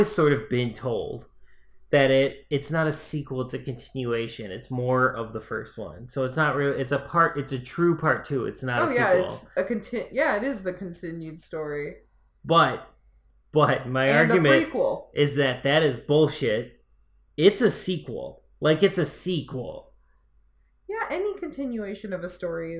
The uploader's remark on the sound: There are definitely mic issues once again, but you know, stoners set this damn thing up.